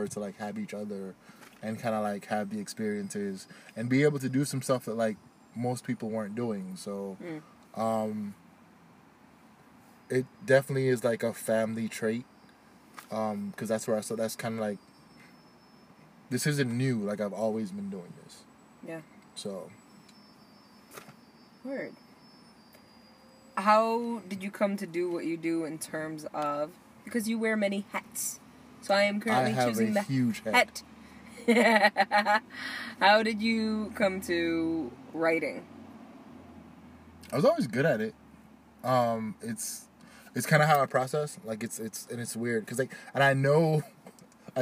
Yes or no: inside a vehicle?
yes